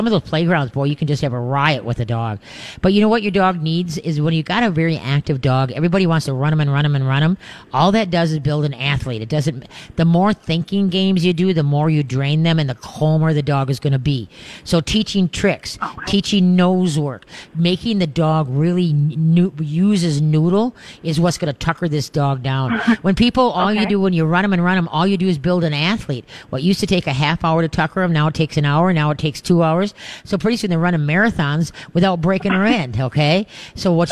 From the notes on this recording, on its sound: LIVE from Urban Tails for Pinky Swear!